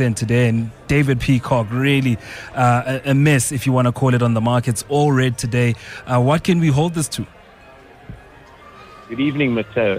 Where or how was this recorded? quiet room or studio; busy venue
busy venue